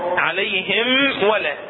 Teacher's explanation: هاي الميم عليهم. هاي الميم الساكنة اجى بعدها حرف الواو اللي هو من حروف الإظهار الشفوي